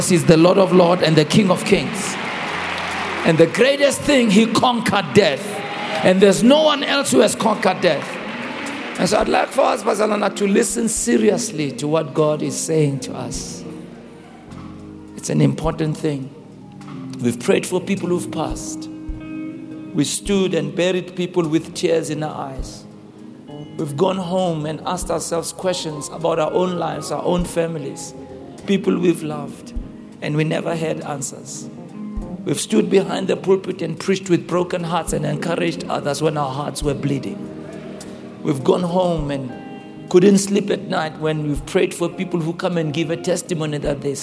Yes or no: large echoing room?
yes